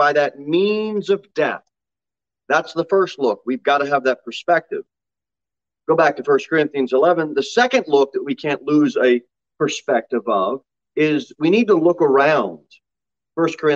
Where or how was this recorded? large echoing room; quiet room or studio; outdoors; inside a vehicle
large echoing room